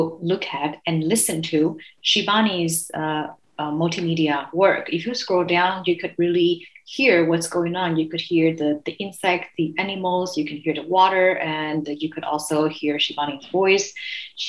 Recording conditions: video call